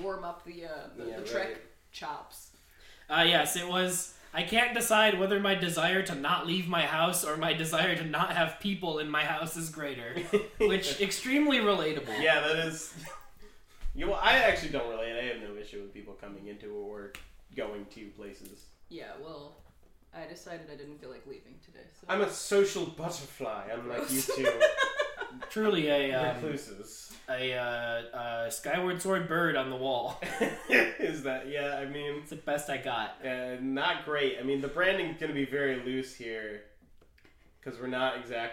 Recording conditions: echo